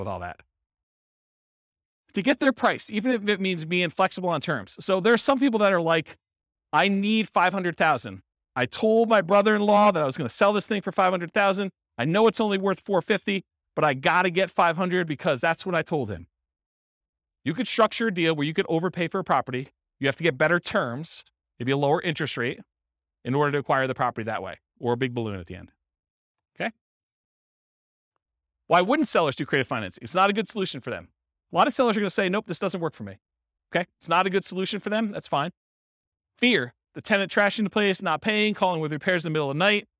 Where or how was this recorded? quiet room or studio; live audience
live audience